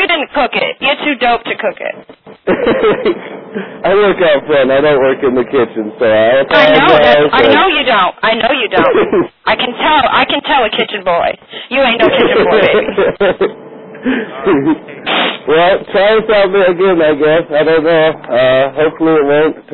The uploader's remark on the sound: …'s Personal Prank Phone Calls Collection.